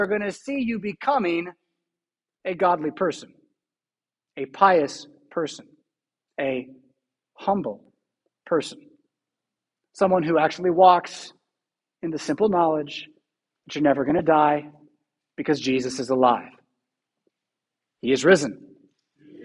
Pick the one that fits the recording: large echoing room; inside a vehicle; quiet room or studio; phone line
large echoing room